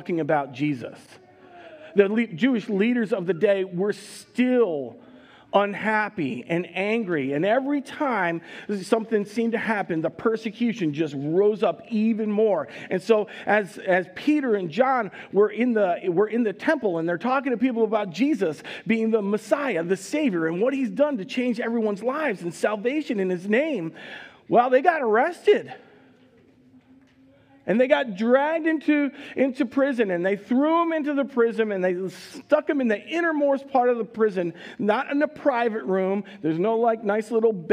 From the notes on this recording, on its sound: Recorded live at Word of Life Church in Le Sueur, Minnesota on March 20, 2022